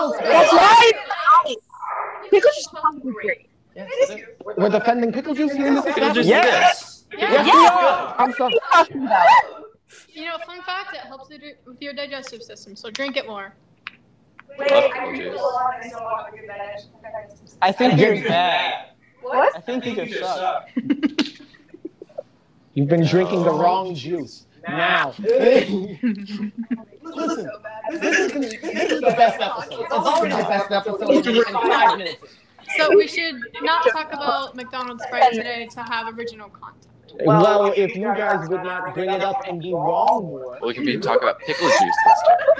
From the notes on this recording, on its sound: POOR AUDIO QUALITY ALERT. This was the most chaotic of the episodes.